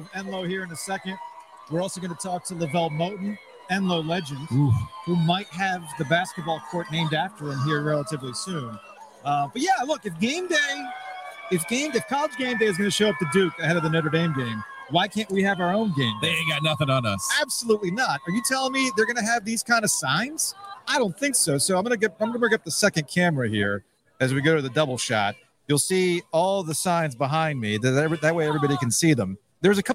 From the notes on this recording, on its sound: Broadcasting live from Enloe High School in Raleigh ahead of their homecoming football game against Broughton.